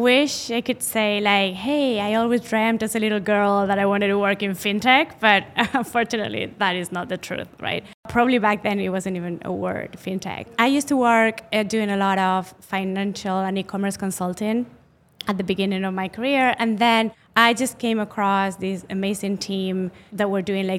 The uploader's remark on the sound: RegTalks LIVE at Money 20/20 Europe